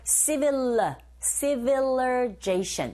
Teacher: 그리고 civilize가 아니라 이때 발음은 강세 앞부분에 이 부분에 있어요. 뒤에 나온 I 부분에 강세가 없기 때문에 이 소리 자체가 약화되어져서 어처럼 발음이 들립니다.